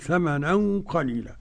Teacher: ثمنا قليلا تنوين أتى بعده قاف إخفاء حقيقي، قليلا عندها وقف، عند الوقف يبدل التنوين ألفا في الوقف قليلا ويمد بمقدار حركتين.